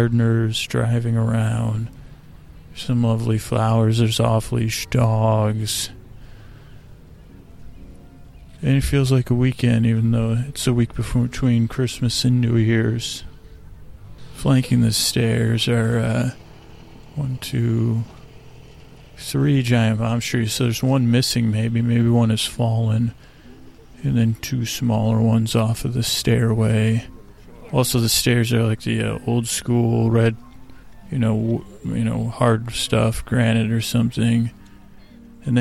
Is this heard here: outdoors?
yes